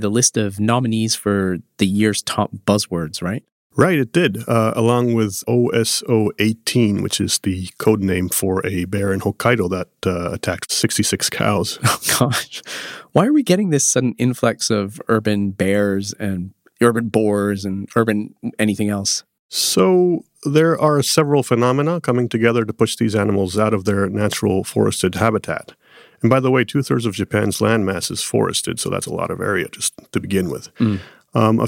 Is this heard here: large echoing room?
no